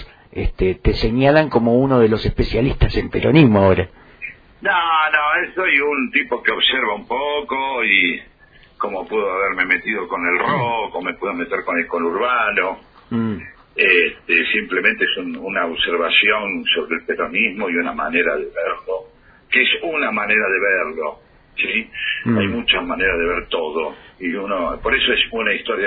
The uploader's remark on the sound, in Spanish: En el marco de la 5ta Feria del Libro y la Lectura. En una charla telefónica.